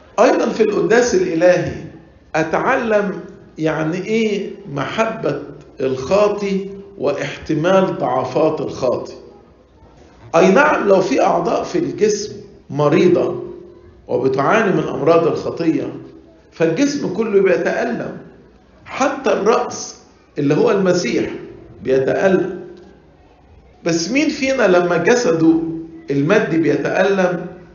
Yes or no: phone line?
no